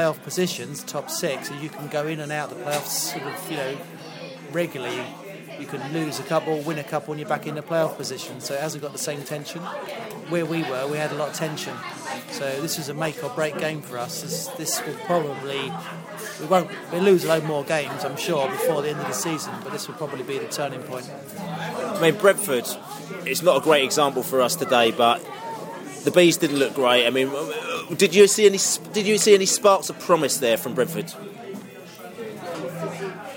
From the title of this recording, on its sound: post match podcast from the pub